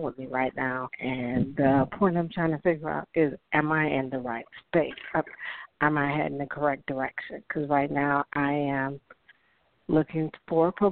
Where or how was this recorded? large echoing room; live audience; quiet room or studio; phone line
phone line